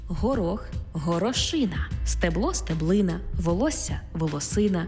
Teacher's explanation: В іменниках, які позначають одиницю з певної множини, падає наголос на «ина»